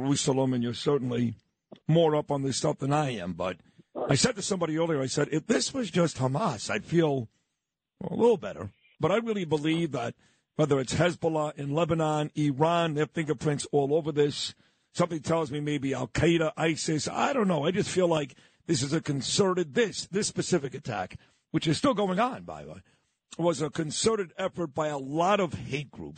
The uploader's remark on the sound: calls in to give another live update from Jerusalem